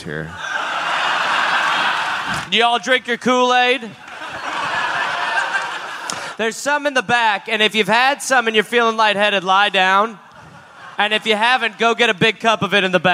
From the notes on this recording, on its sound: Recorded live in Dallas, Texas.